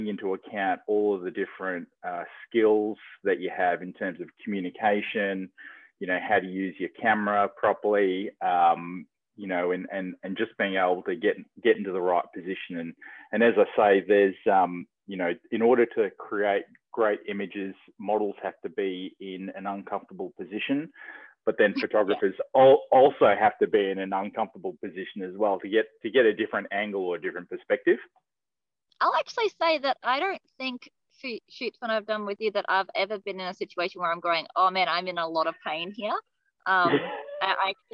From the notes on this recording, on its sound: on the phone